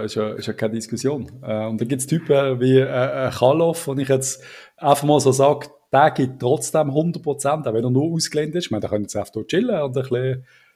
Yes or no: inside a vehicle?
no